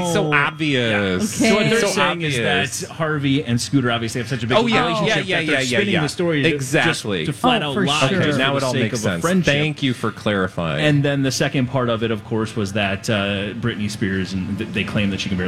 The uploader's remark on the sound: live from the Minnesota State Fair!